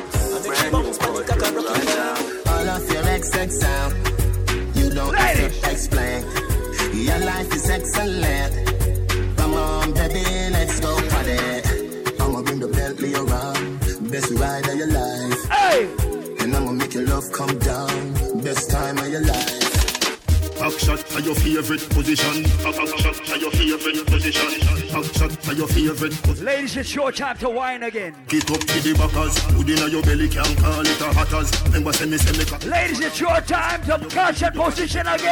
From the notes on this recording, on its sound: Live audio from Island Saturdays on June 23rd